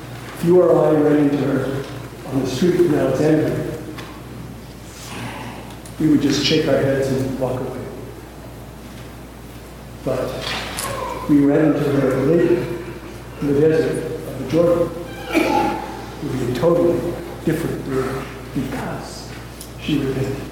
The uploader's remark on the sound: Please excuse the audio quality.